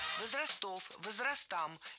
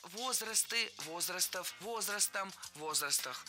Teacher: Во всех формах сохраняем ударение на первом слоге. · Shown in: second take · Term: неподвижным ударением на основе